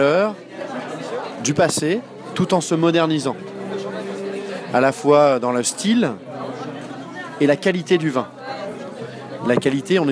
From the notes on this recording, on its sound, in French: Terrasse Mouton Cadet - Cannes 2016